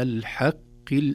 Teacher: الحاء مرققة والقاف في أدنى درجات التفخيم